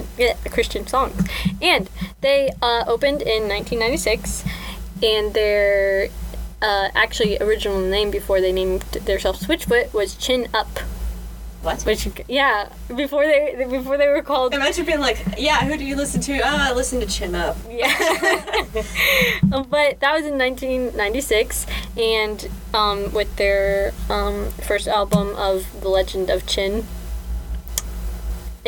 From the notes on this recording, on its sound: apologies for the weird fuzzy sound